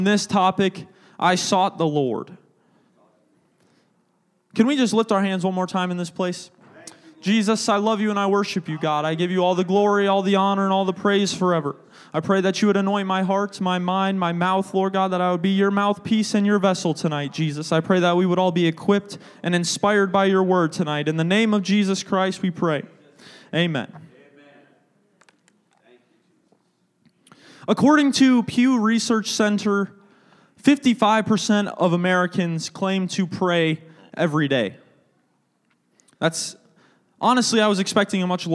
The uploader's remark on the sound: a service recording from Connect Point UPC!